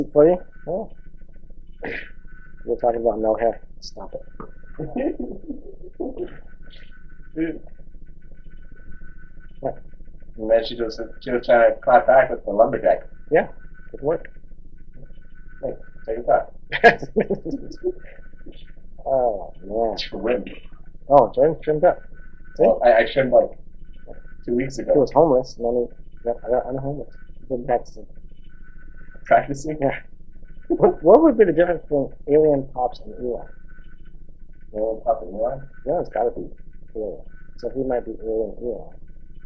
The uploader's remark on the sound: Sorry for the Audio.